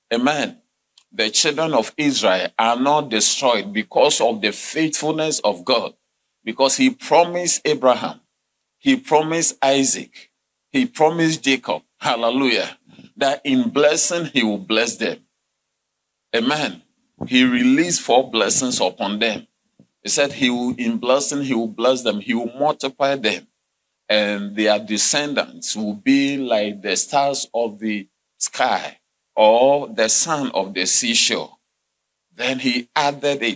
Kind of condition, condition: setting, large echoing room